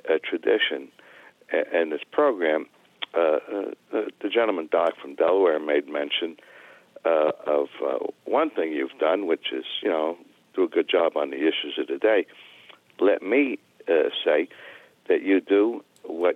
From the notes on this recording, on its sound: we take your calls in open phones across America